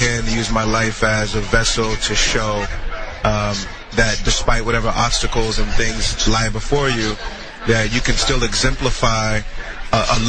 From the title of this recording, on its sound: Live at the NW Women's Show